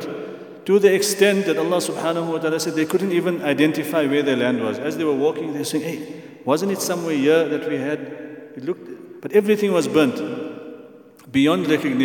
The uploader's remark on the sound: at the Houghton Masjid (West Street)